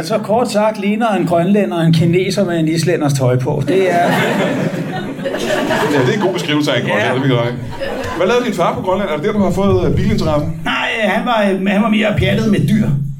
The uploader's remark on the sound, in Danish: LIVE fra Tobbers i Kolding